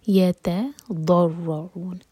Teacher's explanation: ضاد زبان کی سائڈ سے